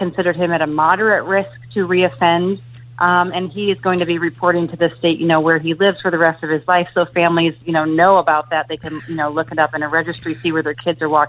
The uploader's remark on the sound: takes listener calls